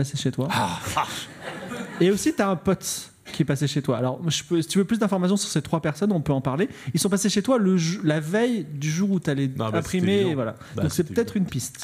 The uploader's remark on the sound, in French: Enregistré en public à la BPI à Paris le 26/06/2023 diffusé en direct sur Twitch et retransmis ici en podcast.